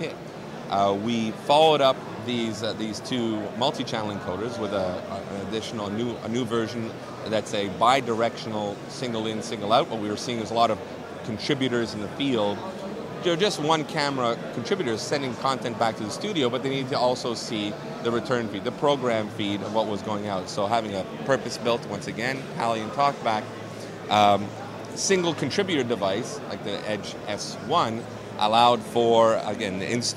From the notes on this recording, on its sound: At IBC 2022